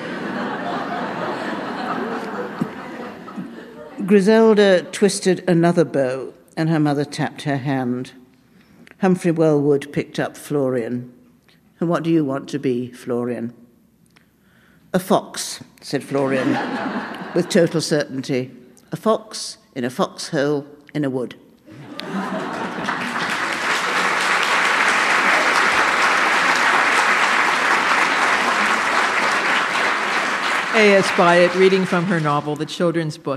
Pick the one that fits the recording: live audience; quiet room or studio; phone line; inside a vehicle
live audience